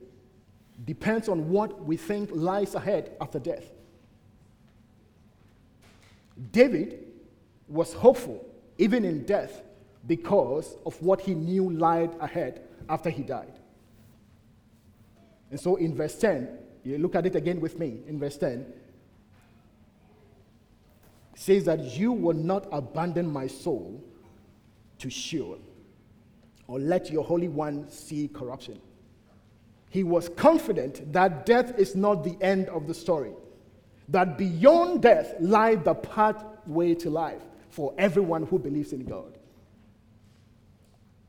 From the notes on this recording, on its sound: at the United Christian Church of Dubai